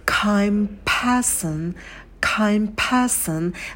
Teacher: В слове kind добавляем придыхание на к, и в слове person придыхание на звуке п.